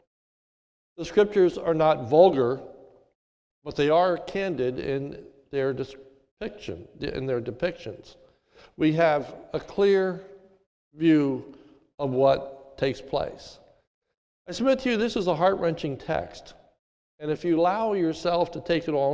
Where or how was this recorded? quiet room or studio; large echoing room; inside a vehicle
large echoing room